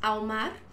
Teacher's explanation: Entonces aquí tengo una vocal fuerte, una H y una vocal débil. Estas dos vocales se unen, aunque haya una H intermedia, porque ella no tiene, no produce ningún sonido.